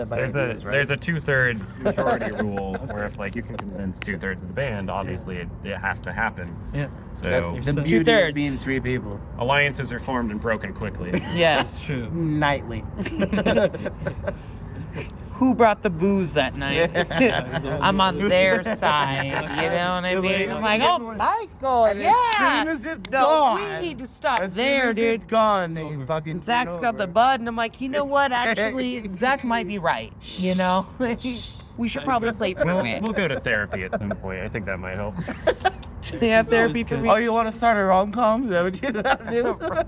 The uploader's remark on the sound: At Treefort Music Fest. During Treefort Music Fest in Boise Idaho. We were outside of this random alleyway across from these big buildings.